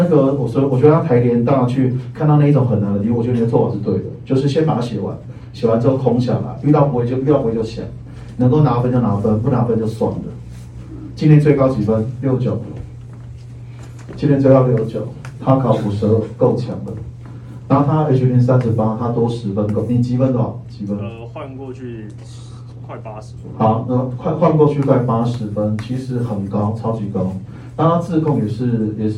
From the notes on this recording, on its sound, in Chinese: 課堂現場錄音 音質不佳 還請包涵